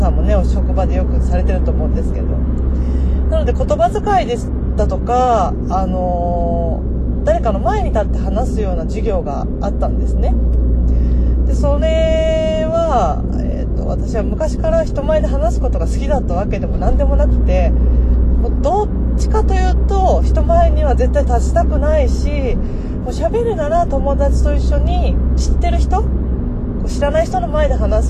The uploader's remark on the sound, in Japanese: 今回は、車の中で録音しました。少し声の感じや後ろの雑音がありますが